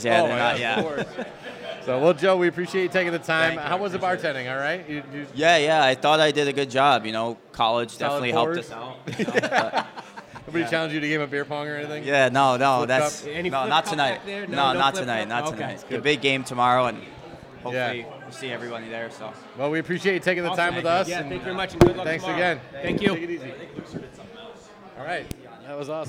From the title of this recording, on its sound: SRG Live at White Lion Brewery